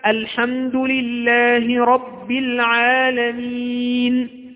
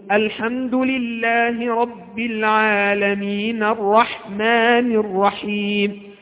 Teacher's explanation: مثال ذلك عندما تقول مثلا الحمد لله رب العالمين، أنت تسكت على النون في كلمة العالمين بالسكون · Shown in: first take · Term: المد العارض للسكون